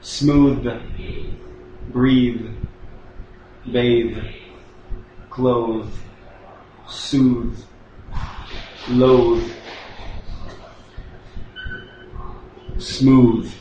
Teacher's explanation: words that are voiced TH, and the sound comes at the end of the word · Term: Final voiced TH sounds